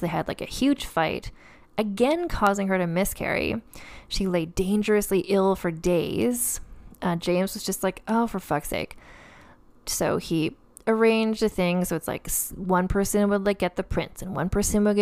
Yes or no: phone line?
no